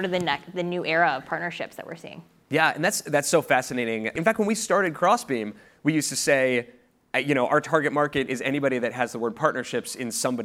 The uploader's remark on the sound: In this fireside chat, recorded at the 2022 Crossbeam Supernode conference